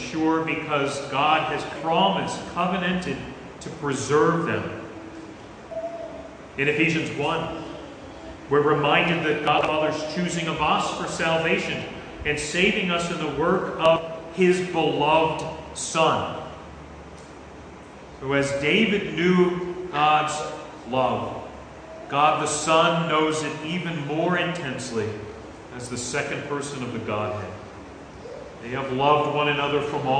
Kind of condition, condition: setting, large echoing room